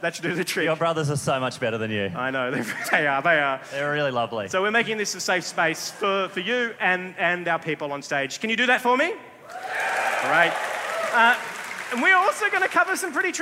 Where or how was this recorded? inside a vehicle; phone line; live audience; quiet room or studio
live audience